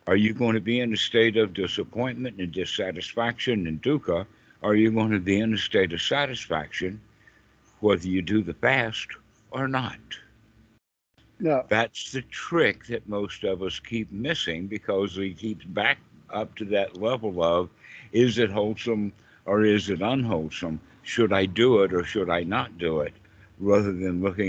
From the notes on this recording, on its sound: This call was recorded on the 11/25/2022.